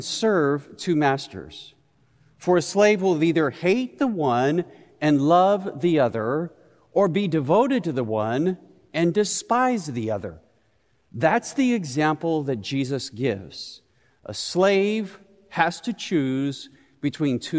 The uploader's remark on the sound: Recorded live at Beatitudes Church in Phoenix, AZ.